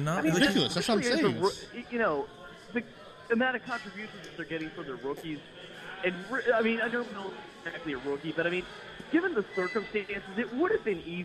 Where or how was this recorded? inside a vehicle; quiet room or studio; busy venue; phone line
busy venue